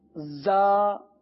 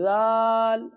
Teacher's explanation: زا میں سیٹی کی آواز آتی ہے، ٹھیک ہے، زال میں سیٹی کی آواز نہیں آتی